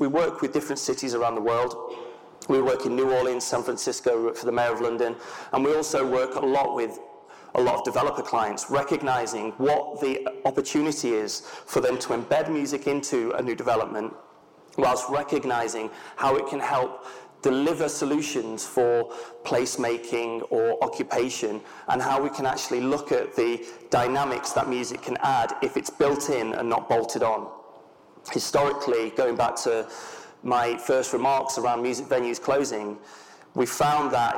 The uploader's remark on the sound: An on-stage conversation